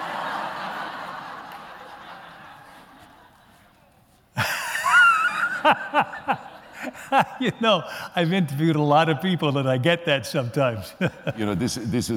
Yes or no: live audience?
yes